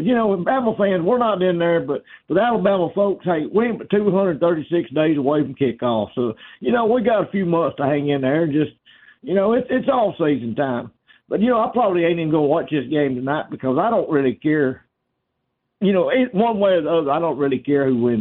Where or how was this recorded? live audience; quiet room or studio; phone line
phone line